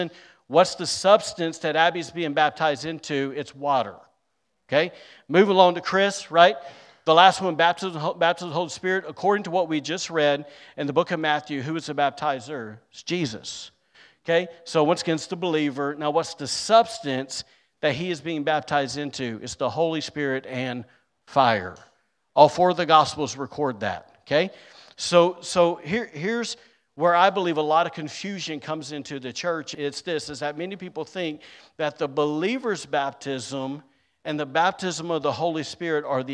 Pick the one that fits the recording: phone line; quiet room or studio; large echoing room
large echoing room